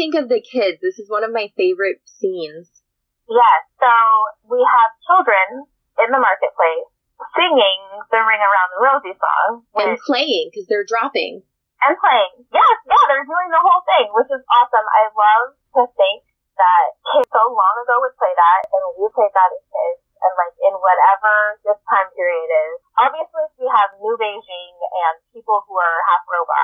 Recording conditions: poor sound quality